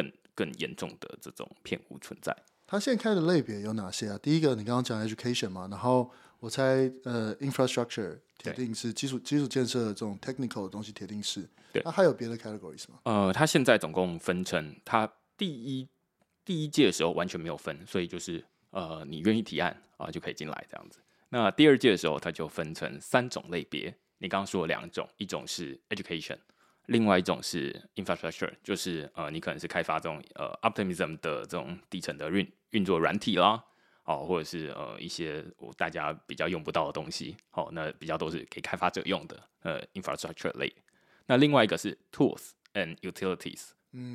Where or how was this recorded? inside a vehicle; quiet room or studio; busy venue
quiet room or studio